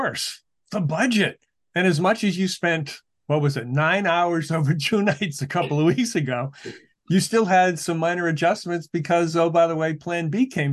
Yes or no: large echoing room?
no